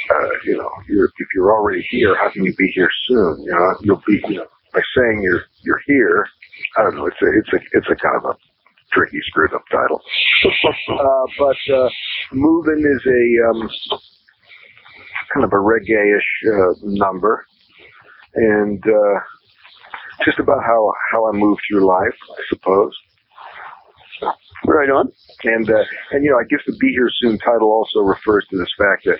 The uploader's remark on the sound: do this interview by phone